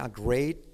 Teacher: la T de great casi no se dice